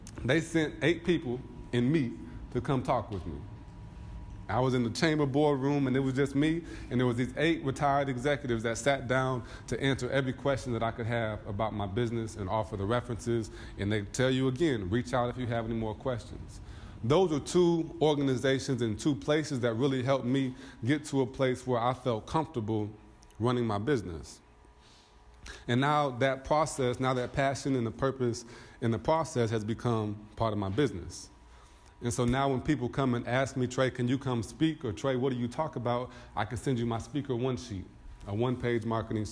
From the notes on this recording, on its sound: a speech with the BBE network's annual conference